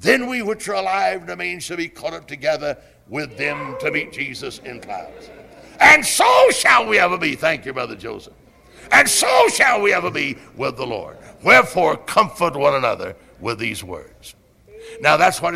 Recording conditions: large echoing room